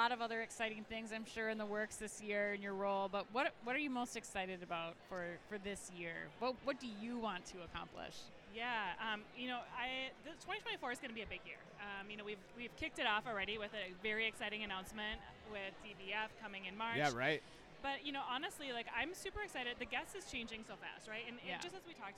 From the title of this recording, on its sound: Live From eTail